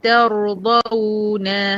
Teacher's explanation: إن الت مرققة والر مفخمة وفيها زمن التوسط، وارجع افخم الضاد، وارجع اعمل ارقق الواو واعمل لها زمن الرخاوة، يبقى ترضون. · الواو زمنها اطول من زمن الره